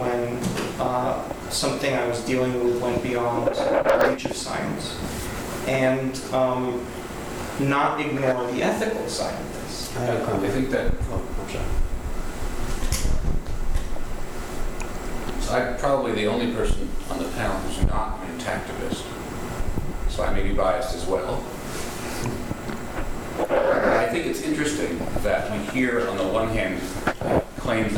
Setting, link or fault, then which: setting, live audience